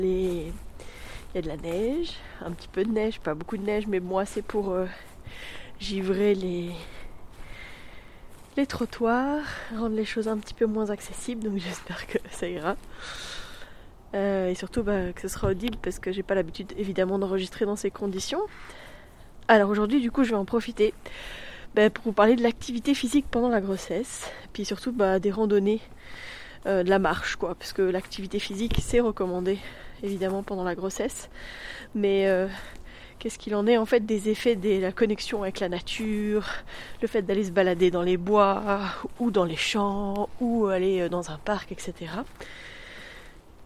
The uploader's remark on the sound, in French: Je vous emmène en balade matinale, défi créatif du jour, enregistrant cet épisode tout en déambulant dans le village. Il est 7 heures du matin, l'église vient de sonner.